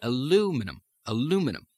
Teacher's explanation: In standard American, for example, you say aluminum. And the minim part is sometimes almost thrown away.